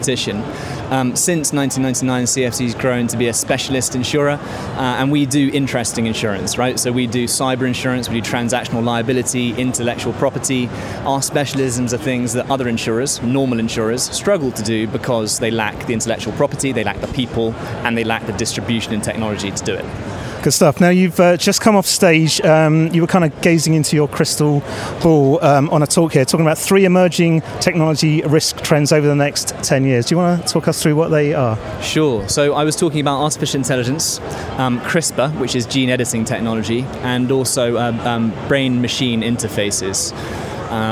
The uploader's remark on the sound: The second of three episodes recorded at Money20/20 Europe 2023, that took place in Amsterdam in June. We recorded a series of interviews with a number of the speakers from the conference.